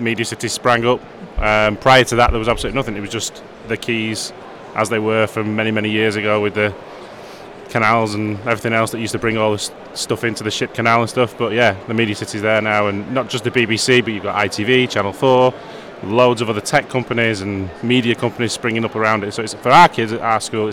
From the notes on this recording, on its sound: NetSupport Radio Saturday 25th Jan BETT2020. Our forth and final NetSupport Radio LIVE show from stand NL44 at BETT2020.